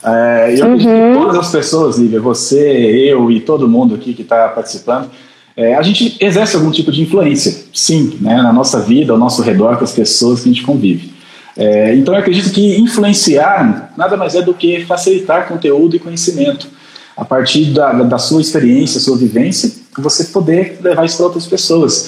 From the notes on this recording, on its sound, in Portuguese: A Live aconteceu no dia 02/06/2020 via Instagram